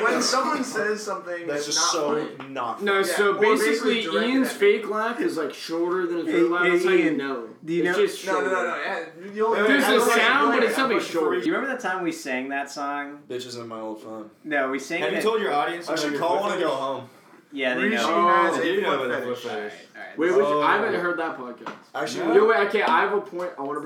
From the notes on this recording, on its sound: I'm going to apologize in advance for the poor audio quality